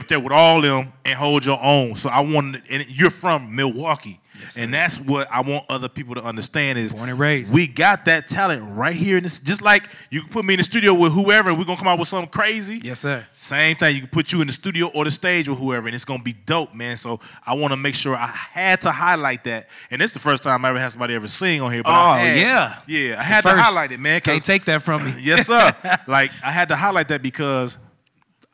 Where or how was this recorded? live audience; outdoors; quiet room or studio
live audience